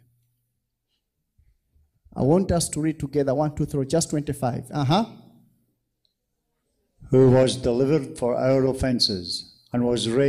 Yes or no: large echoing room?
yes